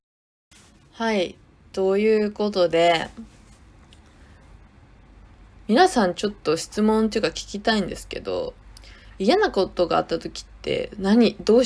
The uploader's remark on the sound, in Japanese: ウルトラライトダウンの雑音がすごいです。すみません。